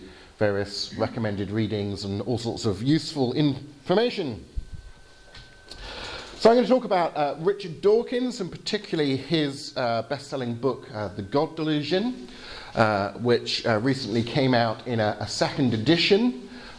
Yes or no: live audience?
yes